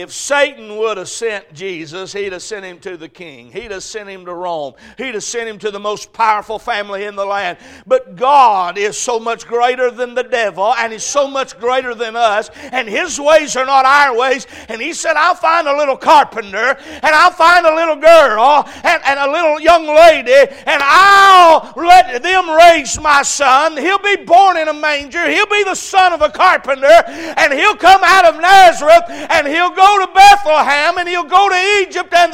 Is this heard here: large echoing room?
yes